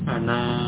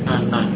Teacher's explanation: Jadi alifnya tidak diucapkan, alifnya tidak dibaca. Menunjukkan apa? Dibaca dengan pendek, fathahnya pendek. · Shown in: second take · Kalau alifnya dibaca, alifnya diucapkan, maka fathah akan dibaca panjang.